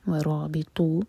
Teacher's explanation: ورابطوا را ہیوی اور طا ہیوی